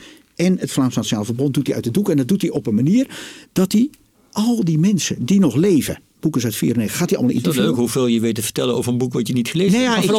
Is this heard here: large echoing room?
no